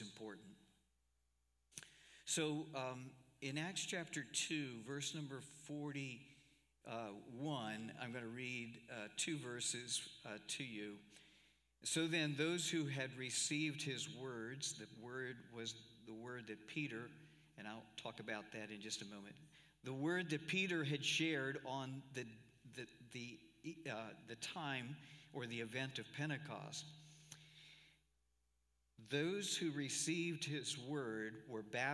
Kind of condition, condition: setting, large echoing room